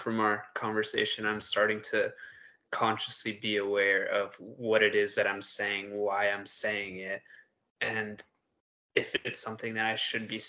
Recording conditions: video call